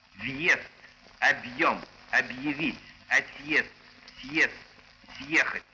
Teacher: Согласные в конце приставок перед гласными произносятся мягко, хотя пишем там твердый знак.